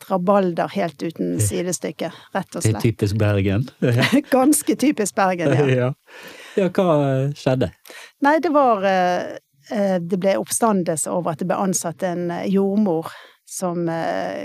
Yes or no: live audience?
no